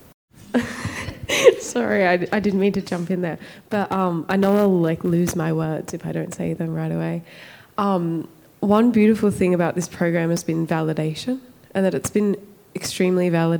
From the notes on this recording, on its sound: This live artist talk from the 2022 ECP "take over" season